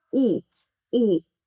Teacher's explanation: когда вы слышите корейскую речь беглую, и иногда ее можно спутать прям с «у», потому что она такая вот закрытая У. · Term: закрытая О